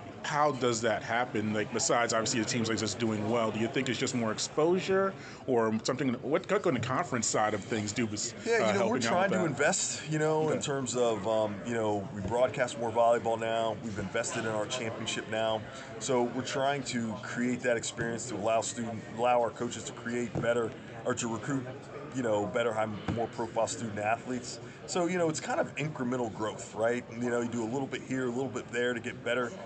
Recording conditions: busy venue